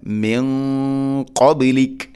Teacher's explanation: ഉൻസില മിൻ ഖബ്ലിക, മിൻ ഖബ്ലിക, സാക്കിനായ നൂന് ശേഷം ഖാഫാണ്. നൂനിനെ അവ്യക്തമാക്കി മണിക്കണം. ഖാഫ് സ്വരഭാരത്തിൽ ഉച്ചരിക്കേണ്ട അക്ഷരമാണ്, ഇസ്തിഇലാഇന്റെ അക്ഷരമാണ്.